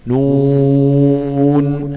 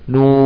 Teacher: والنطق به خفيف ايضا نظرا لخلوه من التشديد والغنة · Shown in: first take · ما ينفعش اقول نون كده بقى مشدد، نون هكذا. · Term: مخفف